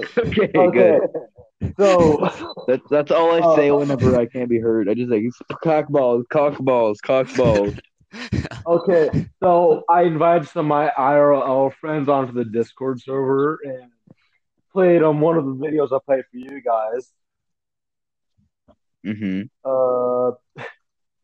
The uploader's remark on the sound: our mics keep cutting out